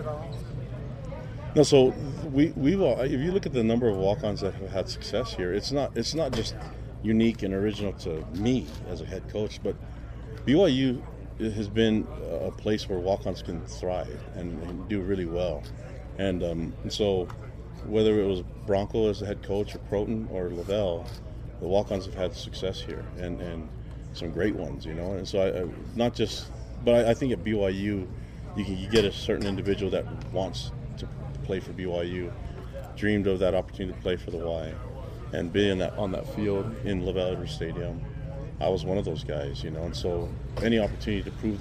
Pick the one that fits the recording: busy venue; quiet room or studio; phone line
busy venue